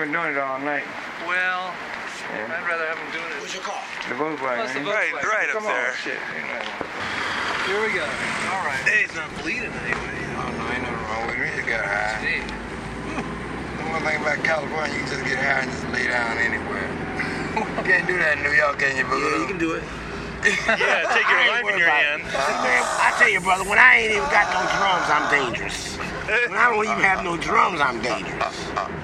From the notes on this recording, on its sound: Driving through Oakland and onto the Bay Bridge heading west.